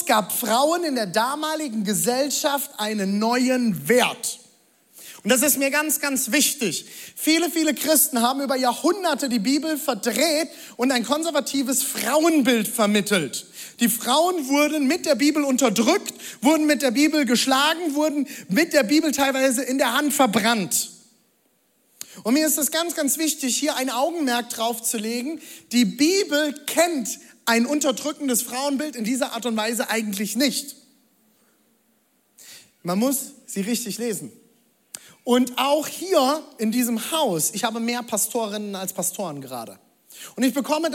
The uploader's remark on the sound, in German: Audiomitschnitt der Predigt